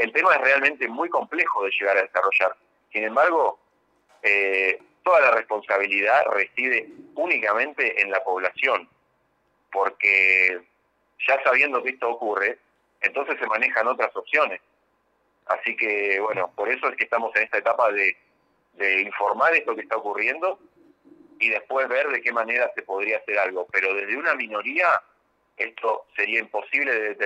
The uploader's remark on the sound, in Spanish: Charla Telefonica